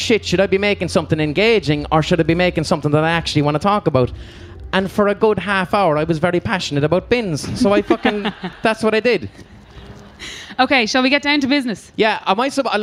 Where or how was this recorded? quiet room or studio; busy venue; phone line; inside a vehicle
busy venue